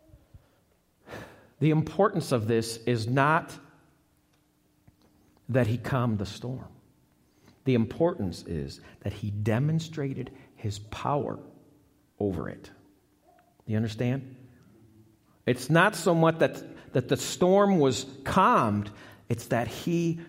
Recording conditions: live audience